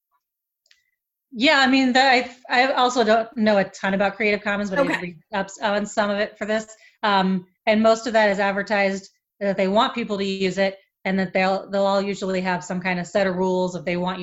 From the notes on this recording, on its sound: Its our first Zoom recording and I apologize as I sound like I am screaming. I have a sinus block and can’t hear myself.